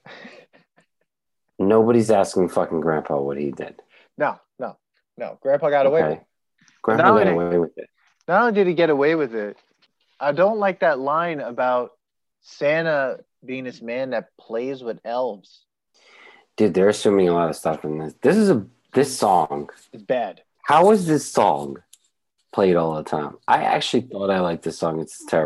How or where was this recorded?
video call